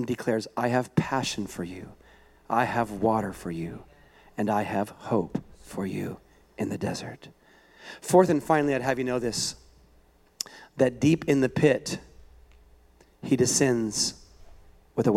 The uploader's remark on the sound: A weekend message at Higher Vision Church